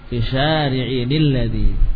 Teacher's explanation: Syari'in nun yang sukun tadi jadi kasrah. Tapi yang jelas ini tidak ditanwin.